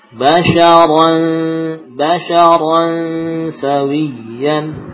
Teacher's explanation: Jadi rohnya tebal. Nunnya yaitu tanwinnya tipis. Basharan. Ya, jadi tidak dilanjutkan tebalnya kepada tanwin.